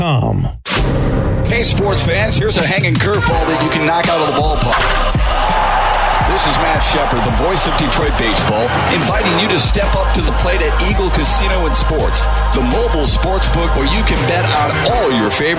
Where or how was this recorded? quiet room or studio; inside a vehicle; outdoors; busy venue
busy venue